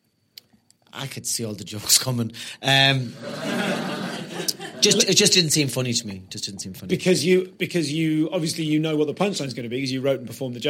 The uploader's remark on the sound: Live at the Edinburgh Fringe